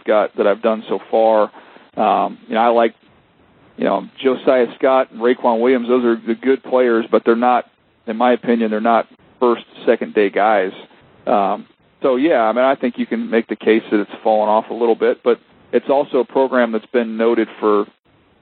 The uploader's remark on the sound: held a conference call with members of the media